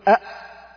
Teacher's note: الهمزة تخرج بقطع الصوت قفل الحنجرة